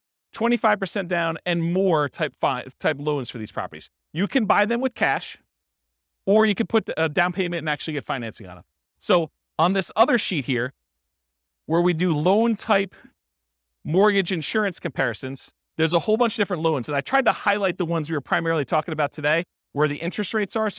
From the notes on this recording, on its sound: This was a live class recorded